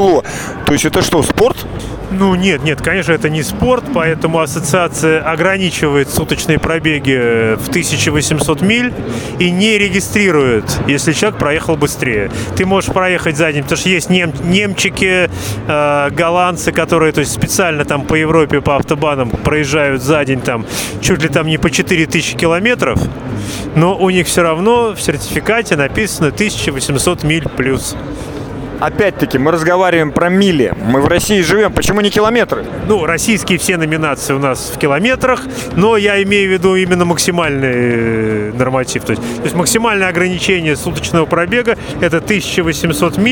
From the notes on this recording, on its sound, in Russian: Выставка "Поехали 2022". Записано в мобильной студии радиостанции с 2 по 4 декабря в Экспоцентре на Красной Пресне (Москва).